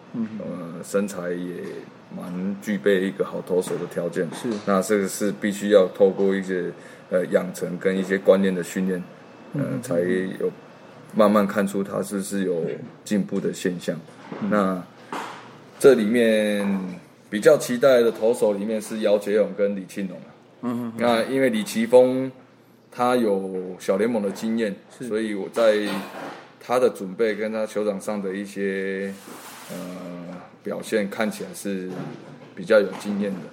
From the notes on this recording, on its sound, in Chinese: 本集錄音於球場，全程使用錄音設備較精簡，音質不佳請見諒。特別南下到獅隊春訓基地。